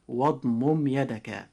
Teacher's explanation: أما إذا نطقنا هذه الآية هكذا واضمم يدك فهذا النطق يعد من قبيل الخطأ، أما الصحيح فهو إظهار الميم شفويا